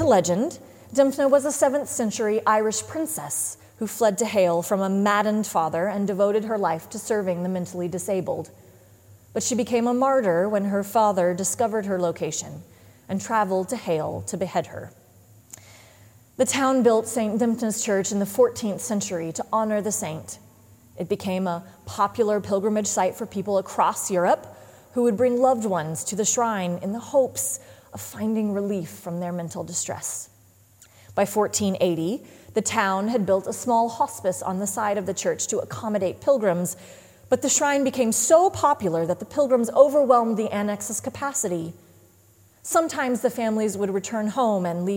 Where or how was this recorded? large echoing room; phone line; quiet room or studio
large echoing room